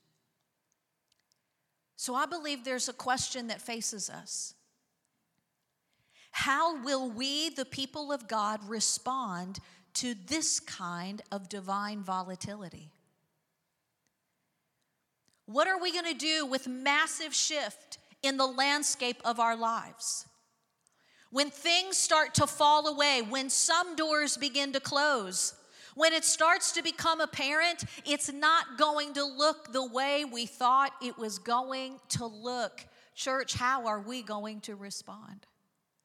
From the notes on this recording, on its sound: Recorded live on 5/7/23.